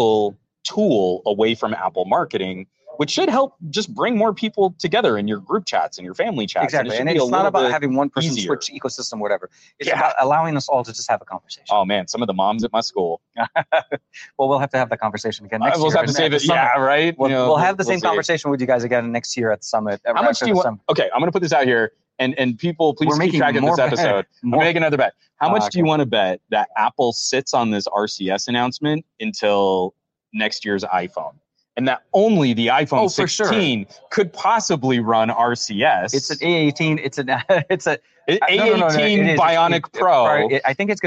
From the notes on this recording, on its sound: On location at the MediaTek Summit! Quick stream.